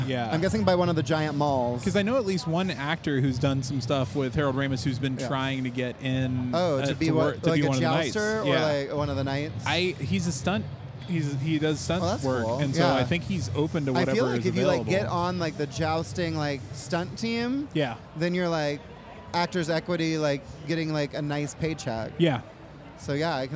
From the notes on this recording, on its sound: LIVE! from C2E2. I was asked to help man the Harold Ramis Film School booth at C2E2 and I decided to do a live recording of the podcast there.